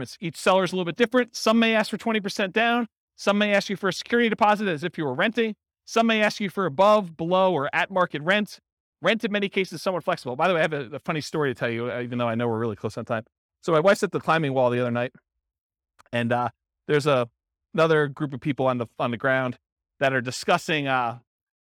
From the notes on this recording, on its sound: Abilene, Texas. This was a live class recorded to give investors a solid qualitative overview of all the different real estate investing strategies.